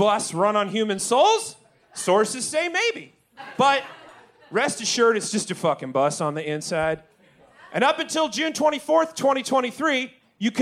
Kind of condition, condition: setting, busy venue